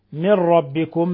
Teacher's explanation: نون ساكنة جاء بعد حرف الراء الحكم التجويد إضغام بغير غنة